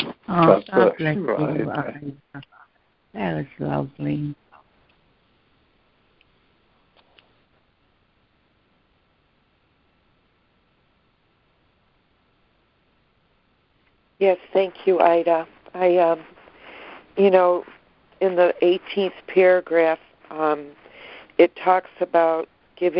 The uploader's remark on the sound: ACIM Daily Conference Call